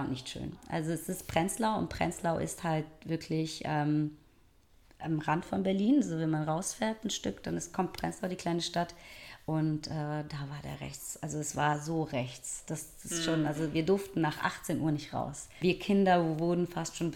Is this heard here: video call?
no